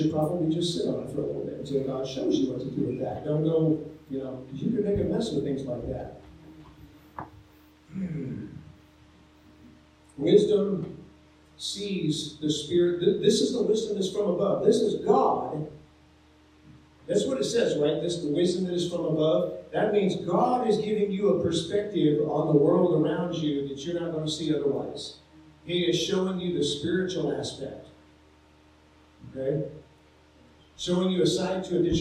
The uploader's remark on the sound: Sorry for the poor sound quality on this episode.